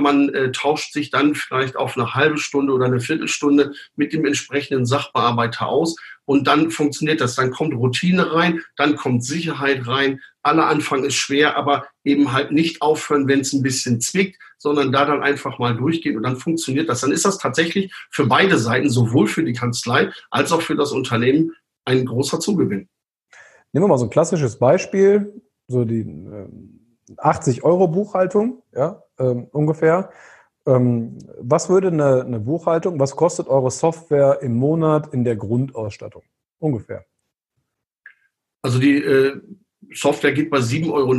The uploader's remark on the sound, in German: Zoom Videotelefonie